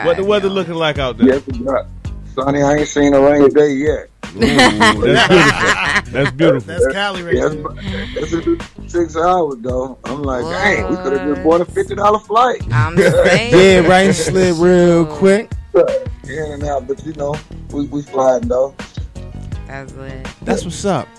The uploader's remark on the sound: on the call in on today's episode